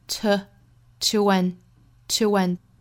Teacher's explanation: 元音和元音连读加 w